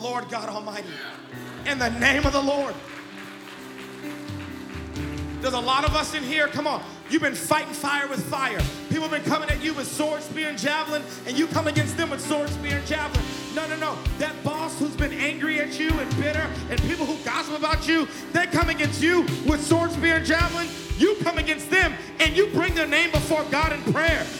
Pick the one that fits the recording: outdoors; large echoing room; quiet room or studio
large echoing room